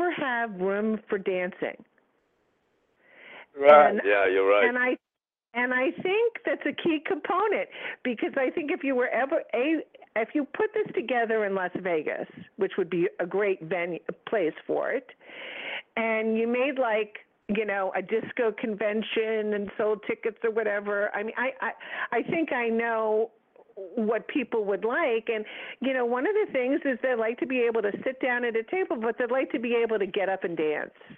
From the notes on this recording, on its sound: surprise guests are expected to call